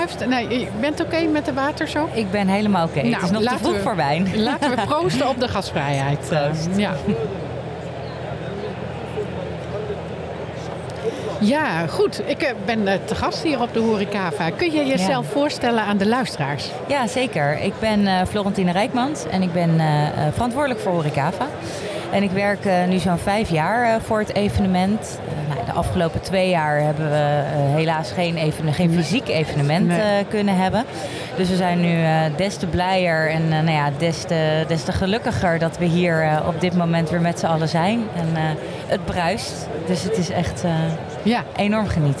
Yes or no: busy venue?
yes